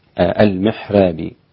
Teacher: المحراب للإمام ترقيق الراء للإمام ورش